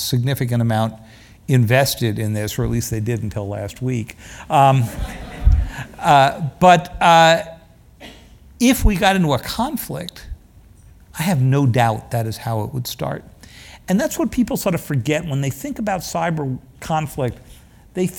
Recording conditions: live audience